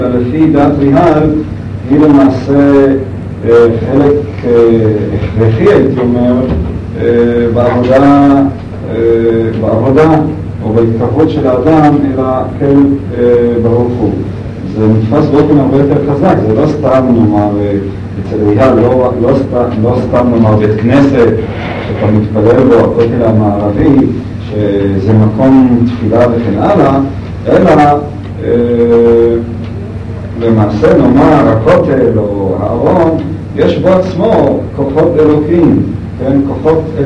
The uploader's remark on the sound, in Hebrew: ההקלטה באיכות נמוכה